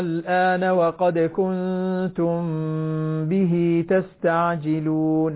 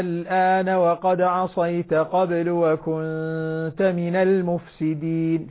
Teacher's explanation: فجاء بعد الألف لام ساكنة فمدت مدا لازما كلميا وهو مخفف، لأن اللام لم تشدد، اللام لم تثقل، فكان المد اللازم هنا مد لازم كلمي مخفف.